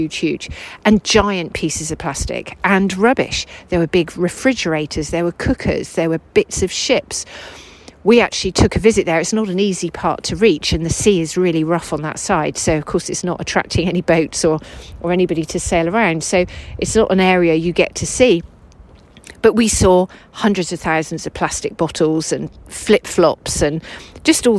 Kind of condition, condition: setting, outdoors